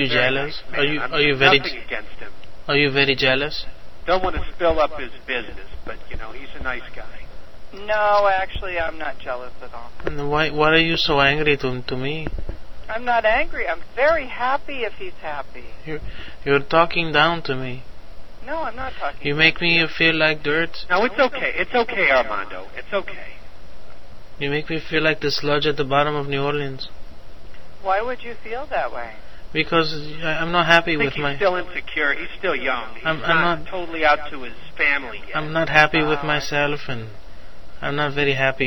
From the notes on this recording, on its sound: "Madhouse 090805b" from archive.org was assembled into the "RBCP's Personal Prank Phone Calls Collection" podcast by Fourble.